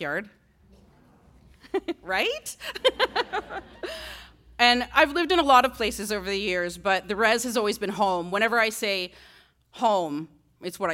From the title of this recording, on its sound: On stage at Hot Docs